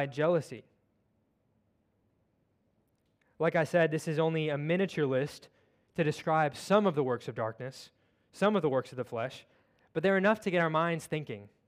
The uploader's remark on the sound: at Covenant Hope Church in Dubai, UAE on Jan 01, 2023